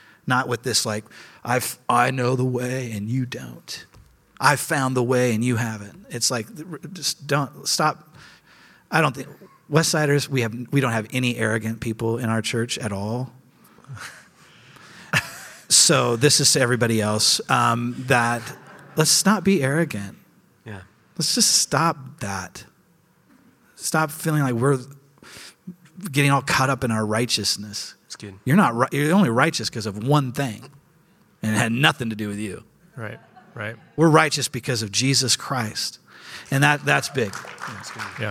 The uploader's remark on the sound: In a special 4 part live series, we look back on some of the most memorable messages of 2018 and discuss on stage at Westside Church.